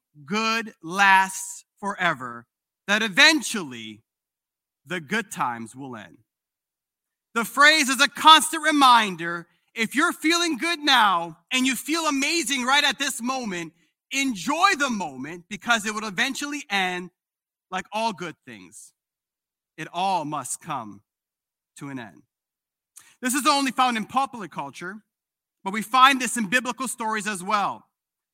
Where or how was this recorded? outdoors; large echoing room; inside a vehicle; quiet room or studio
large echoing room